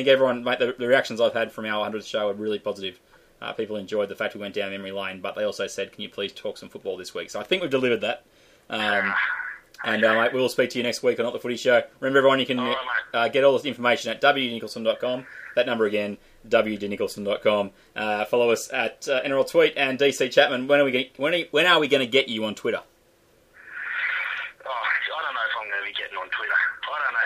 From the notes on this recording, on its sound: on the phone